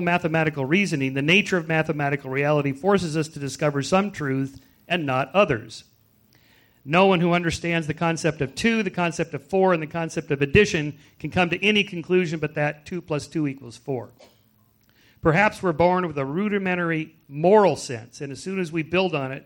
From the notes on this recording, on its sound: At California State University, Fullerton. The discussion is divided into opening statements, a period of exchanges among discussants, questions from the live audience, and closing statements.